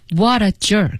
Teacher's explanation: What a jerk 对 What 也会加一点重音